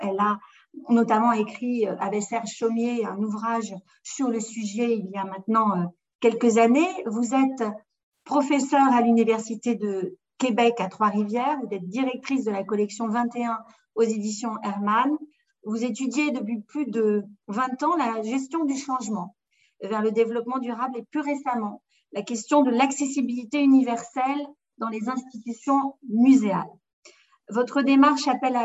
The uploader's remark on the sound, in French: Séance enregistrée sur Zoom